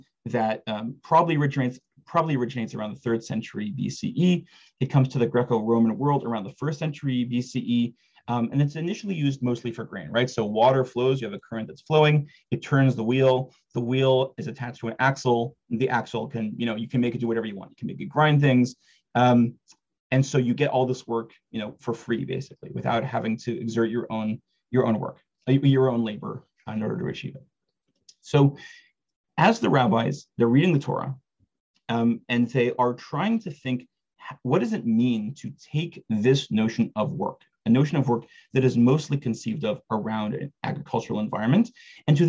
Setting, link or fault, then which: link, video call